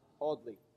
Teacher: those who speak the Queen's English will hardly ever pronounce the R